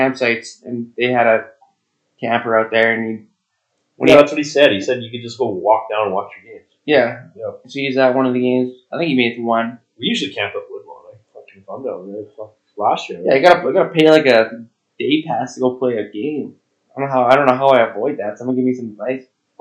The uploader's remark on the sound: The boys are trying some new mics in this episode so bear with us.